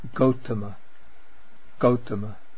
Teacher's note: the voiced non-aspirate G